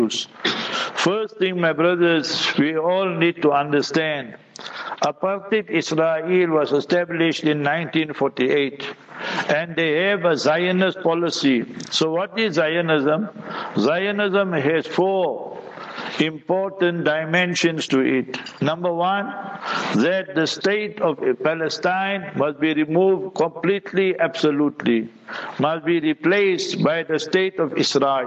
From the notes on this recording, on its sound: Jumah Lecture at Rainbow Masjid.